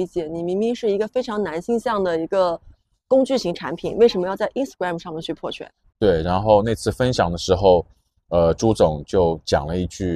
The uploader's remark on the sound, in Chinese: 这期确实也是在一个公园的亭子里录制的。